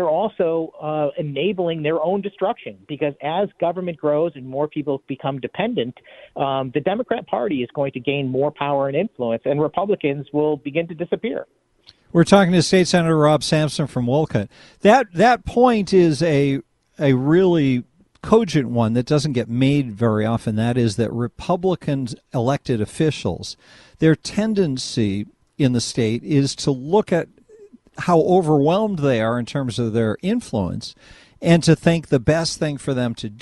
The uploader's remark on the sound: take phone calls